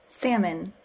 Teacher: salmon is pronounced without the L sound